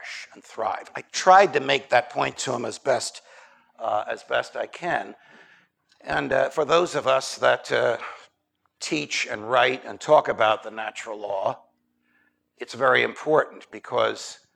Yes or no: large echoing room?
yes